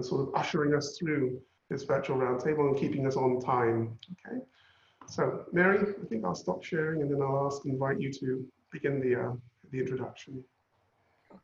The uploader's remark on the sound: Webinar audio recording dated 20 May 2020.